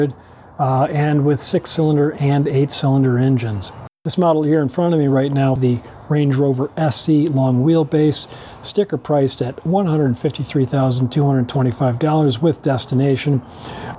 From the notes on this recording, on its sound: Takes you along on a live drive review of the ’23 Range Rover LWB.